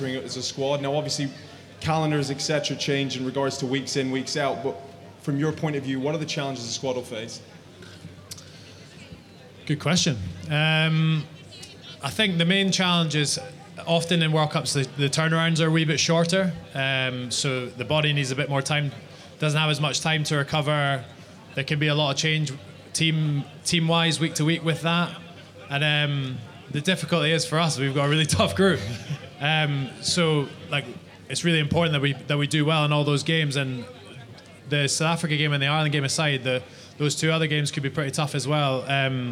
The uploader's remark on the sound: There is also a special segment from The Famous Grouse Clubhouse. With live audience.